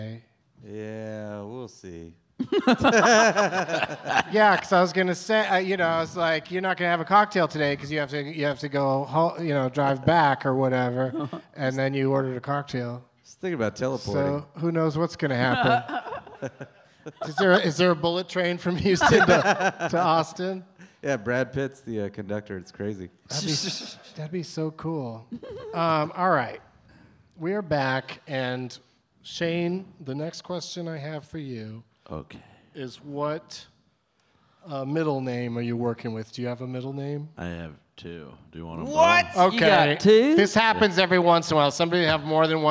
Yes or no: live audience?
yes